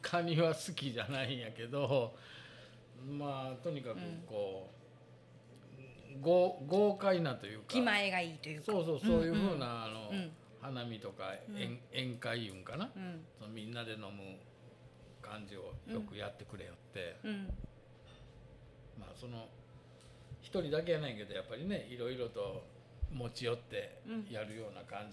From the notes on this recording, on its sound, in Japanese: 和風レストラン笹にて、美味しいお料理&お酒をいただきながらの自然体天然トークです